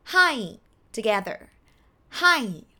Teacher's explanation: the word hi is pronounced hi with falling tone